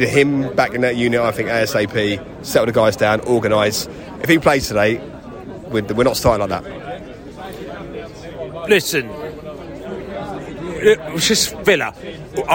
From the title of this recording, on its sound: post-match podcast from the stands